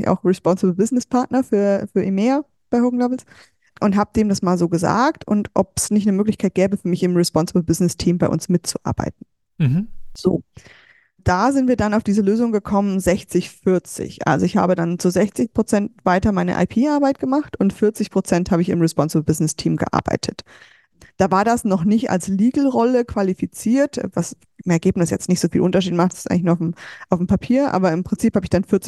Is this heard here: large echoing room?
no